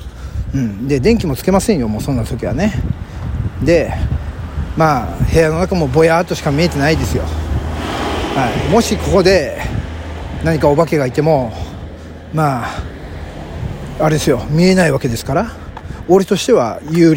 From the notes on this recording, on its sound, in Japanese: お散歩トーク。早朝にチョリに起こされ、ボケボケしながら散歩中に収録しております。